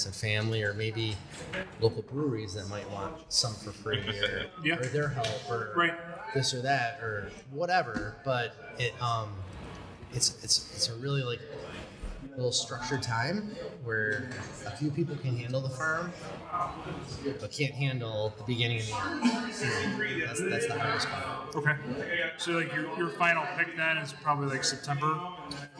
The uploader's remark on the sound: We head out to West Shore Brewing